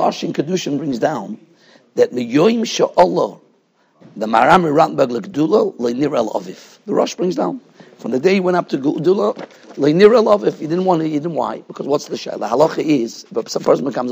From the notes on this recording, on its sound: Shiur recorded in Yeshivas Ohr Reuven, Monsey, NY. Shiur given to Bais Medrash.